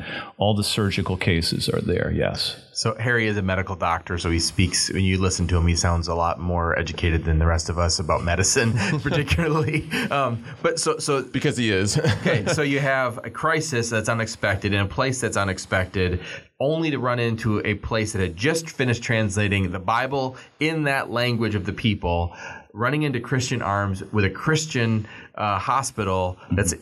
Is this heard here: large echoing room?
no